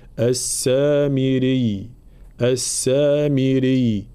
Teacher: طبعا الوقف على كلمة السامري لأن الياء مشددة هنا، فلا نقول السامري، لا، لابد من بيان تشديد الياء بلا مبالغة، السامري، السامري، هكذا.